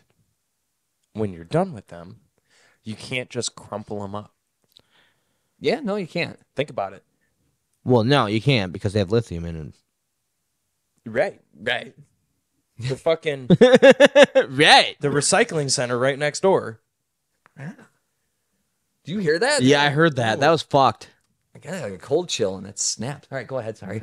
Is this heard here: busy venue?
no